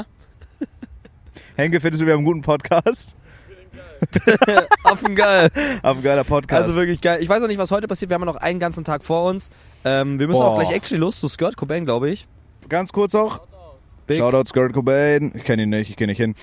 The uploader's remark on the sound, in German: Erstes Mal SPLASH! Leicht angeheitert wird live vor Ort recorded und ein bisschen Schabernack getrieben.